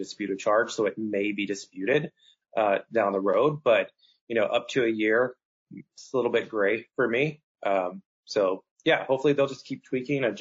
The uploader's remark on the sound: Webinar Replay – Audio from an earlier webinar with experts from Chargebacks911 .